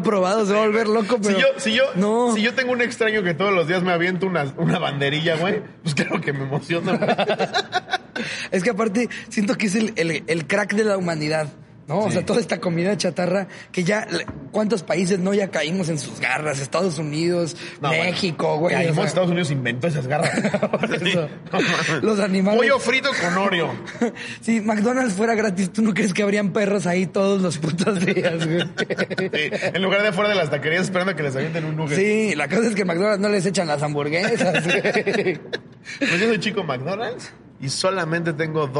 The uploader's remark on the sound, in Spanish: en este episodio en vivo desde Veracruz, pudimos grabar en el acuario